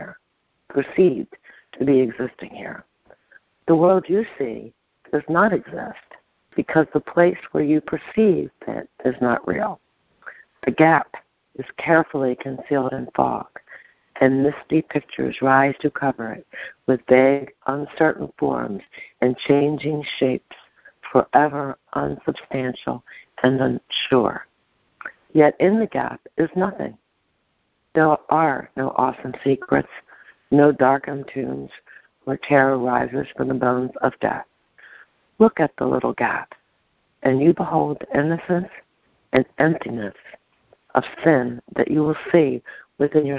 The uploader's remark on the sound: ACIM Daily TEXT Conference Call